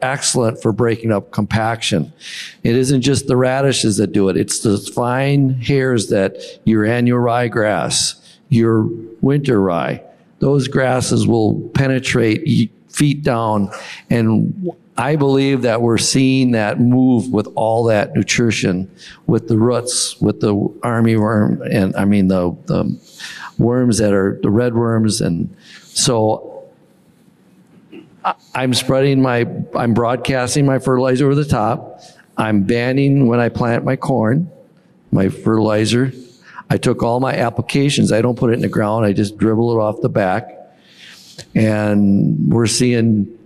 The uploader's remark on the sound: In this rapid-fire panel discussion from the 2023 National No-Tillage Conference.